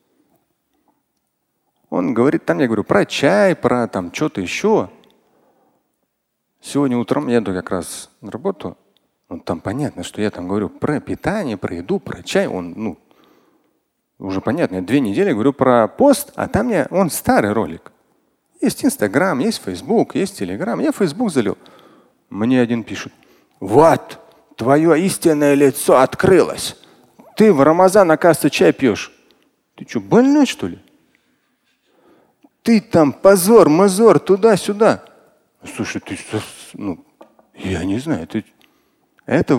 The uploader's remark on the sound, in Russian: Фрагмент пятничной лекции